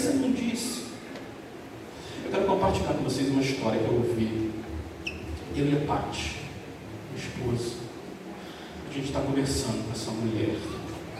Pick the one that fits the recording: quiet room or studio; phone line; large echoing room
large echoing room